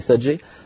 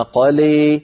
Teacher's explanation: فهذا الصوت صوت ألف ممالة إمالة كبرى وليس صوت ياء